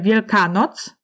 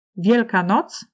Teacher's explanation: dwa akcenty w dwóch samodzielnych wyrazach prowadziły do ich wyraźnego rozgraniczenia · Shown in: second take · Widać to na przykładzie Wielkanocy i Wielkiej Nocy, która w języku pozostała w tych dwóch formach.